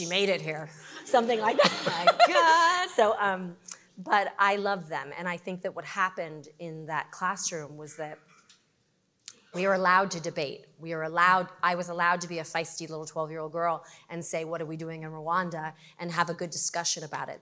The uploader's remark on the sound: LIVE at Chai in the Hub. For our third-ever live podcast, we went big—a big crowd and a big-time Hollywood celebrity. A live audience of more than 450 people. At CJP’s annual Chai in the Hub celebration.